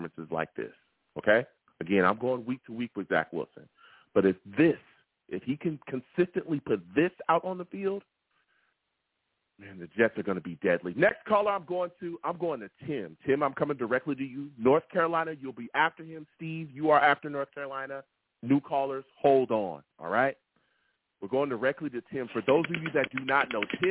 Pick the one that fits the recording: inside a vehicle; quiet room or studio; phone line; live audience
phone line